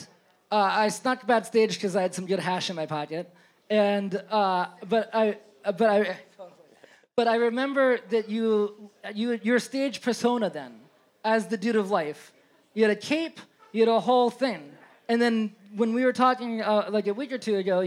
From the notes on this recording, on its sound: a special episode live from Hill Country in NYC